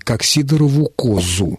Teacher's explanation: ударение на первом слоге именно в этой форме, как сидорову козу